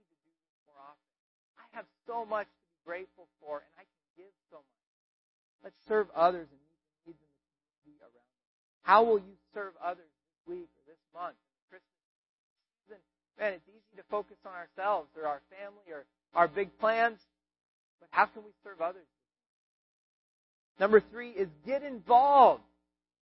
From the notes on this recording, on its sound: We apologize for the audio quality